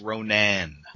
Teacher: You got to put more emphasis on the final syllable.